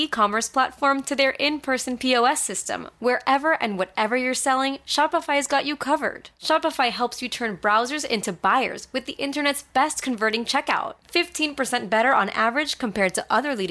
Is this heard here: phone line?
no